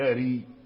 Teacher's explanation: فهذا إنحاف يعني إضعاف صوت الراء، هو الترقيق، إنحاف صوت الراء يعني إضعافه، هذا هو الترقيق.